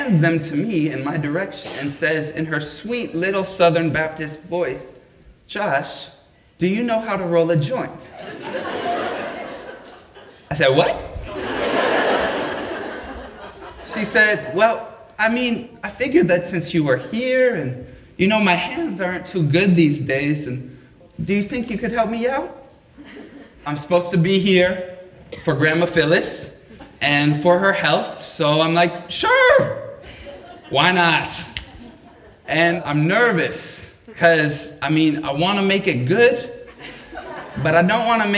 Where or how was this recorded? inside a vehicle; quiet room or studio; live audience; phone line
live audience